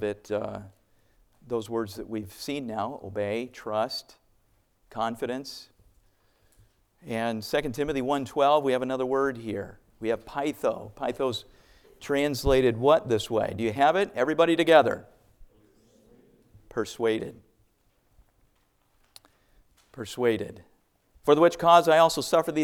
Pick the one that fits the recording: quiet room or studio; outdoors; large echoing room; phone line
large echoing room